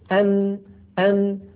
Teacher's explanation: متى اصطدم طرف اللسان بغار الحنك الأعلى انقفل المكان تماما، وبقيت الغنة من الخيشوم قابلة للتطويل. لذلك النون أيضا لا نستطيع أن نعتبرها رخوة ولا نستطيع أن نعتبرها شديدة، هي بين الرخوة والشديدة.